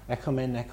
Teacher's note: by the time of the New Testament, those two O's were pronounced pretty well the same